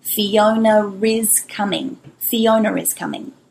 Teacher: So it sounds like I'm saying Fiona, but I'm not. I'm putting an R in between the two vowel sounds.